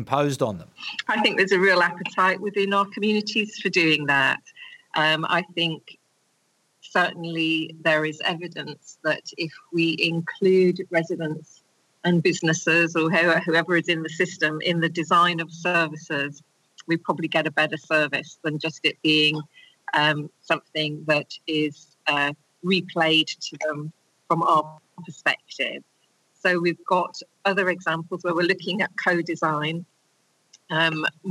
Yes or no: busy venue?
no